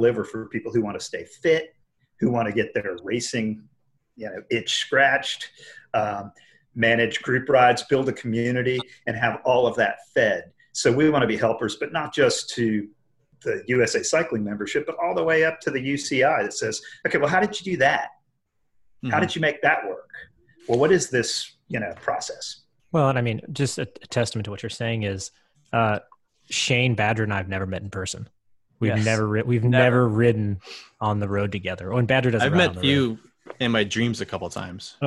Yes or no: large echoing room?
no